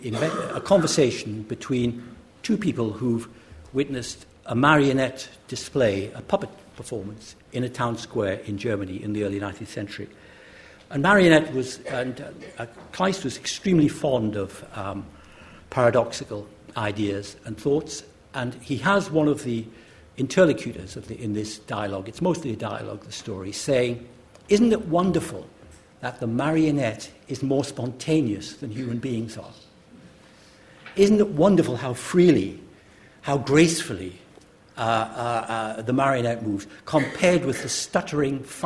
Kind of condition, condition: setting, live audience